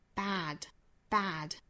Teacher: 更倾向于发上下更大的开口度也就是说它整个的这个发声的点是在靠口腔后部的